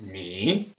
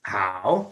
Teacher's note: So like the change, for example, when you have two third tones, it's like you would have to say, for example, ni hao. Ni actually has a third tone, which is ni, and hao also has a third tone, which is hao. But when you have two, three tones together, then the first one becomes a two tone.